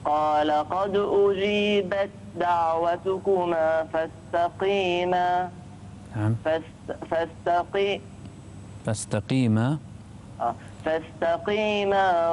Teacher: أيوة أدغم التاء في الدال